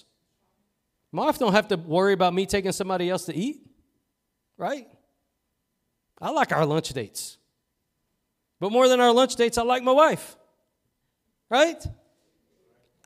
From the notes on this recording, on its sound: Preached at Gospel Lighthouse in Bossier City, La.